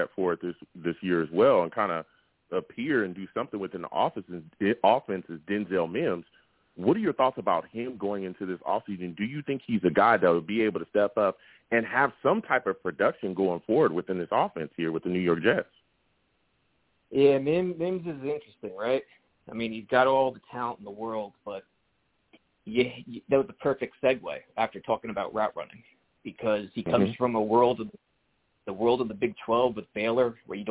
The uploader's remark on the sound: I also take live callers!